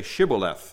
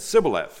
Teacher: They couldn't say shh. They could only say ts. · Shown in: second take